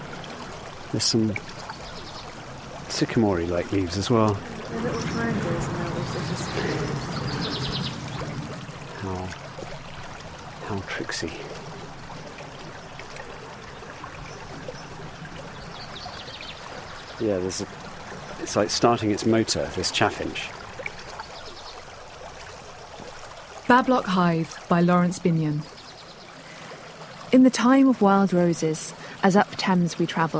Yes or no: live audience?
no